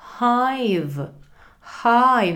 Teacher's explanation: H malinko fouká, je jemný.